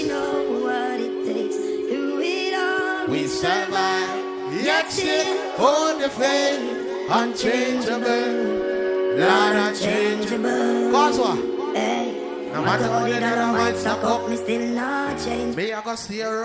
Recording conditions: busy venue